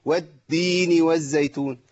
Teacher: والتين والزيتون، قلبت لدال على طول، يبقى التاء المتحركة لو لم تهمس لقلبت الى دال متحركة